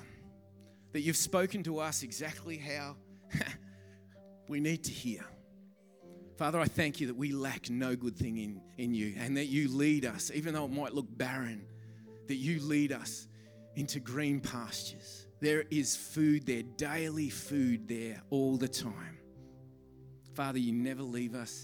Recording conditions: large echoing room